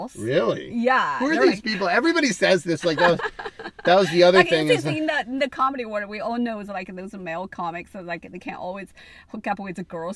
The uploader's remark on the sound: Cat Jam In The Car